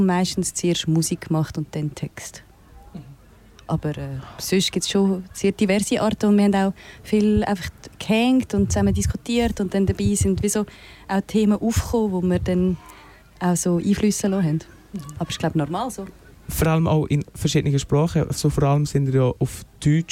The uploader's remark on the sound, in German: Live vom kleinLaut Festival in Riniken. KleinLaut Festival Riniken. Live vom kleinLaut Festival in Riniken.